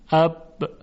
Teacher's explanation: ببینید، اگر در تلفظ حرفی صدا قطع بشه، یعنی جریان صوت منقطع بشه، این حرف دارای صفت شدت هست، مثل حرف با که موقع تلفظش جریان صوت برای یک لحظه قطع میشه